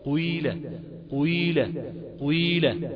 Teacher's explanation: الياء المشمى بصوت واو